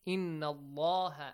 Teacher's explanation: It is idgham, idgham mithlain, yes. You have to kind of produce a nasal sound or a ghunna sound.